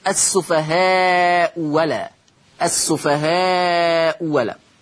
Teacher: فالهمزة الأولى مضمومة والثانية مفتوحة فتصير السفهاء ولا، السفهاء ولا.